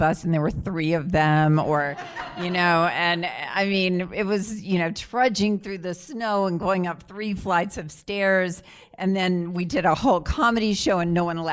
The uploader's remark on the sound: Live from the Atlantic Theater Company. Hosted her Little Known Facts podcast on stage at The Atlantic Theater Company.